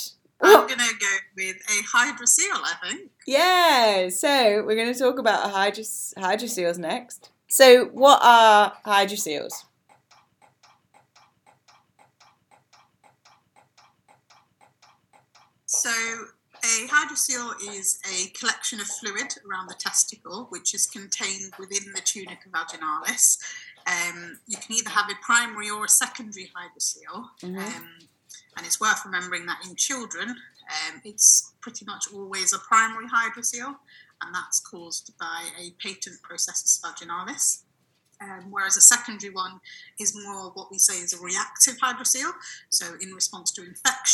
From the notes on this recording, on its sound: sorry for the slight increased background noise in this episode